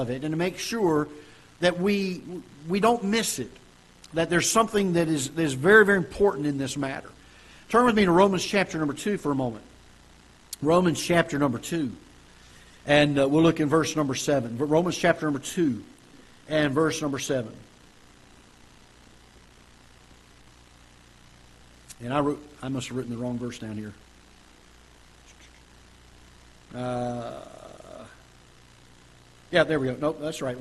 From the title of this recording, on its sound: Ketha Heights Baptist Church ~ Live Broadcast